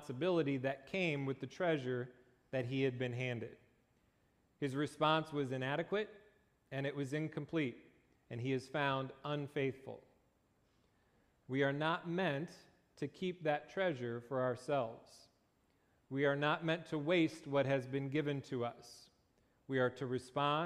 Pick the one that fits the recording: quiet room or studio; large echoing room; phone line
large echoing room